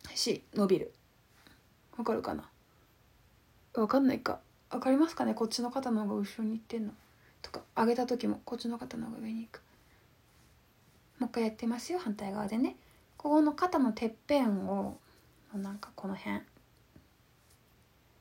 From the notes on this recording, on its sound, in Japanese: インスタライブの録音です。